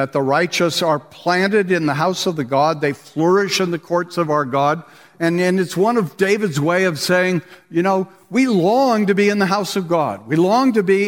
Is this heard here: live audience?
yes